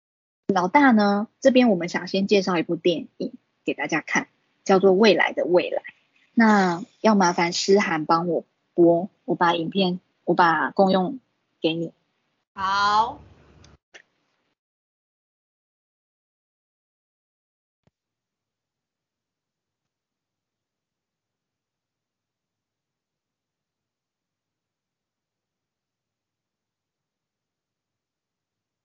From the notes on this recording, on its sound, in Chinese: 此為線上課程錄音檔！